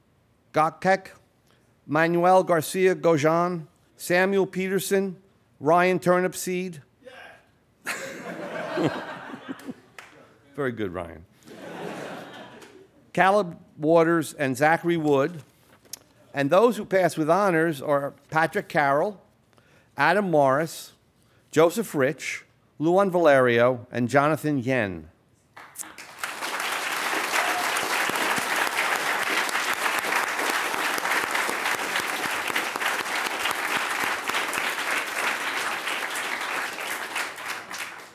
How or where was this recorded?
live audience